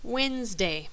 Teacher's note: The second vowel is skipped, but the D of the first syllable is also skipped, so it sounds like Wednesday. · Term: skipped syllable